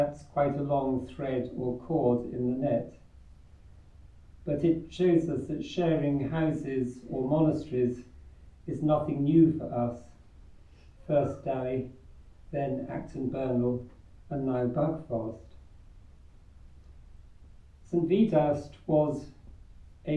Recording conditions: live audience